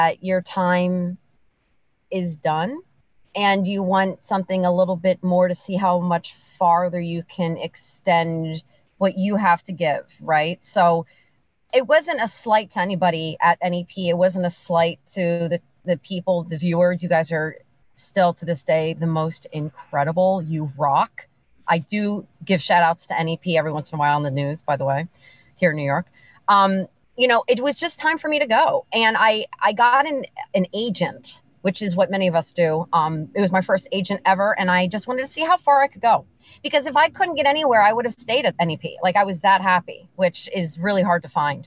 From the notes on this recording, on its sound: sitting in your stick-shift Mazda in a quasi-parking spot on the streets of Manhattan with your iPhone doing an hour-long podcast (with video)